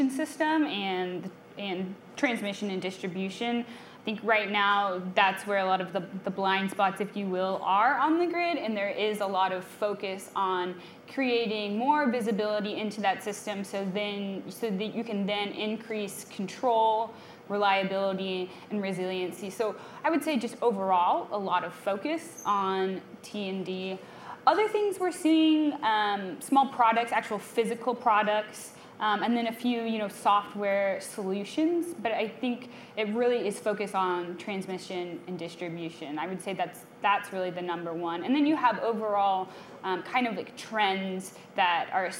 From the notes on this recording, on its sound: It's our first ever live show! Up on stage at the One World Theater in Austin.